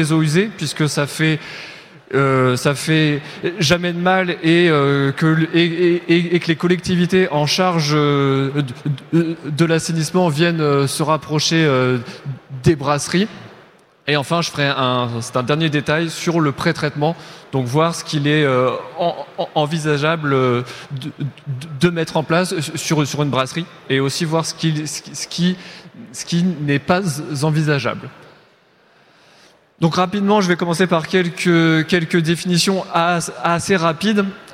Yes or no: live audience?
yes